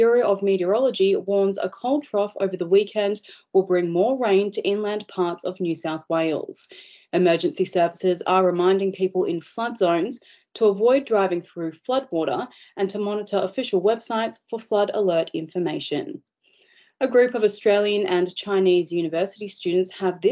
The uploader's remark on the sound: Industry and government experts fielded questions on a live webinar this week